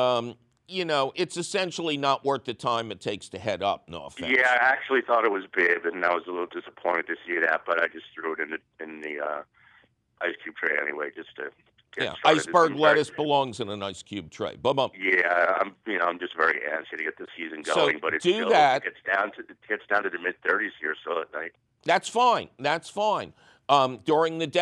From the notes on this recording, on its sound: he takes you fabulous phone calls